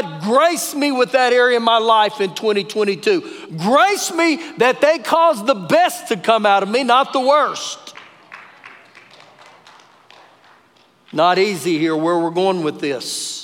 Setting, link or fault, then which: setting, large echoing room